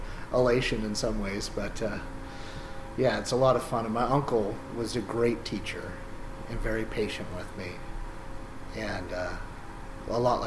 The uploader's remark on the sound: forgive the background Hydraulic Noises.